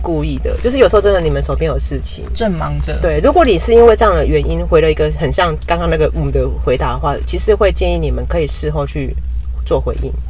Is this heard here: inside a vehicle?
yes